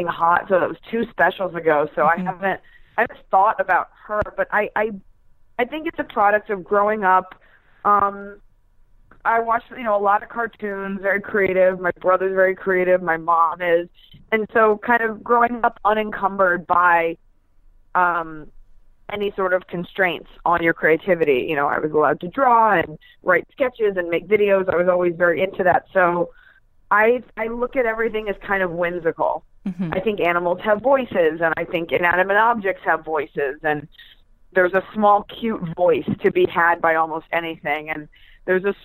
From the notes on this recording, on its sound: Entertainment.ie's new phone interview podcast.